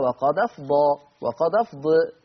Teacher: وقد أفضى هيقرأ بالنقل فتبقى دال مفتوحة